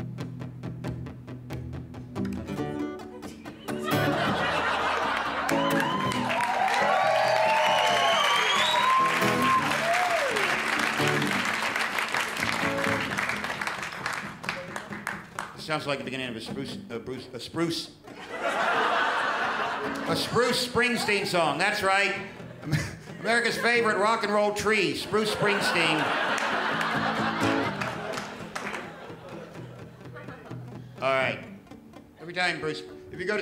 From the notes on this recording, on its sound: Direct from the 2013 Melbourne International Comedy Festival, ABC2 brings the best and biggest performances from The Festival Club.